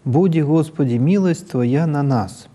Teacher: синтагма, которая произнесена абсолютно на одном тоне